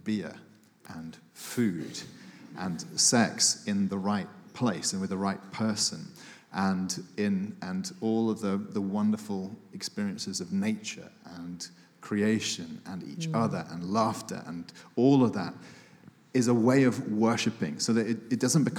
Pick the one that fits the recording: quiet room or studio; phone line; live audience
live audience